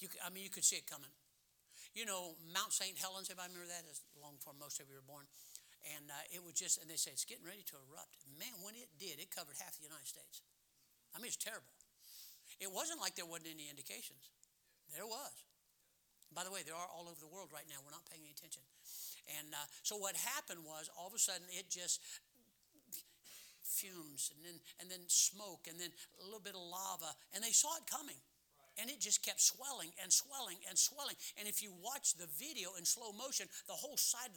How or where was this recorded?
large echoing room